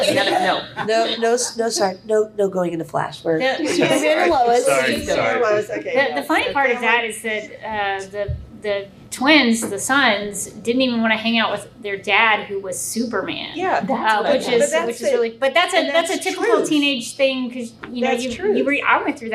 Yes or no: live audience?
yes